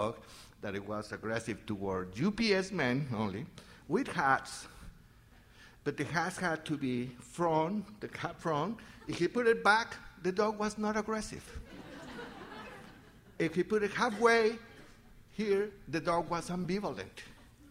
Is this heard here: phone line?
no